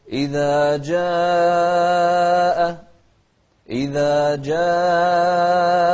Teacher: حرف مد أتى بعده همزة في كلمة واحدة، وهذا المد يسمى المد المتصل. فنقول إذا جاء، إذا جاء، لاحظوا المقدار واحد، أربع حركات.